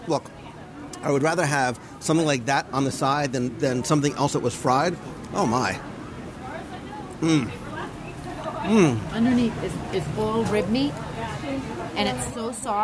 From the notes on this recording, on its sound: Live Review and Interviews at Harambe Market in Disney’s Animal Kingdom